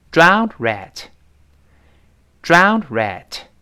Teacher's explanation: drowned 后面那个的，碰到了 rat，哎，轻轻地有一点失去爆破的味道了。